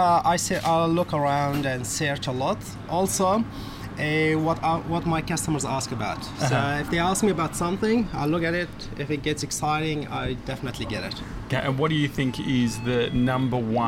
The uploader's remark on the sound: Live From Redfern Convenience Store